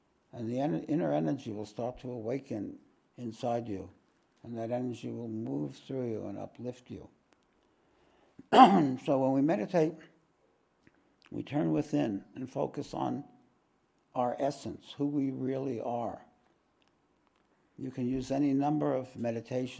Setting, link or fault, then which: setting, large echoing room